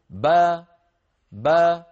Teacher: بالتباعد بين الشفتين وأيضا تباعد الفكان، فبتباعد الشفتين خرجت الباء وبتباعد الفكين خرجت الفتحة · Term: المتحرك